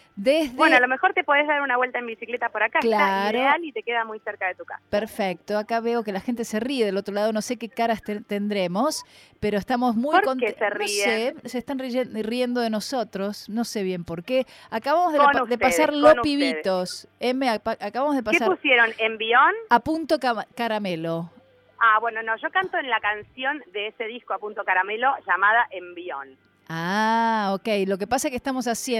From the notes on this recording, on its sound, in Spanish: en charla telefónica